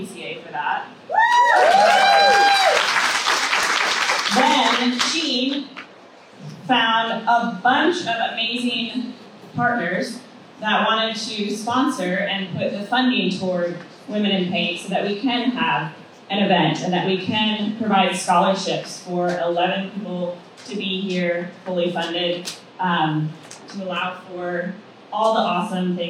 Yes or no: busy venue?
yes